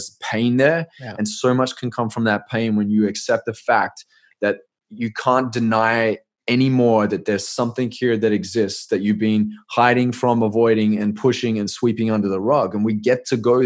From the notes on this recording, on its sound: I sat down virtually with a man